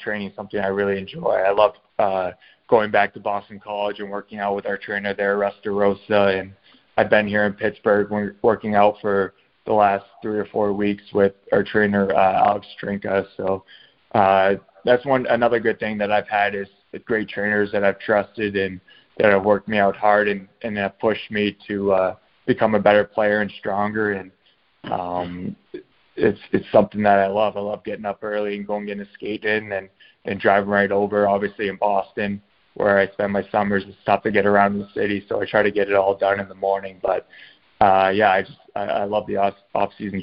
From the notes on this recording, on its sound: the recording of our LIVE conference call